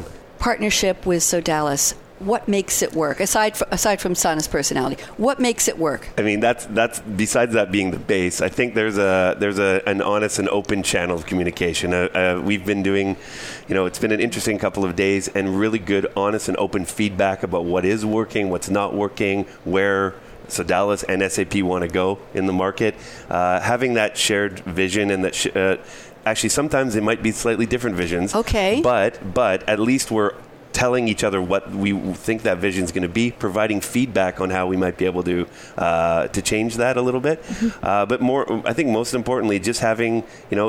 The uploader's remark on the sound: Live from Sap Sapphire Now 2017.